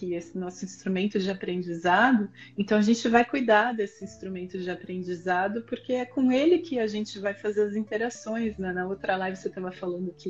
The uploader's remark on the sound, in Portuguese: Este episódio foi uma live no Instagram